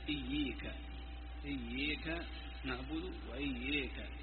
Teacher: بفتح الهمزة فيهما، وهي لغة، ورواها سفيان الثوري عن علي أيضا. وعن أبي عمرو في رواية عبد الله بن داود الخريبي: إمالة الألف منهما